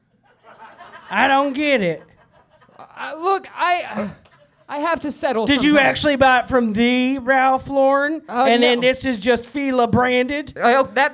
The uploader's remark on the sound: Live show recorded at Stampede Bar and Grill in Prairie City, Iowa.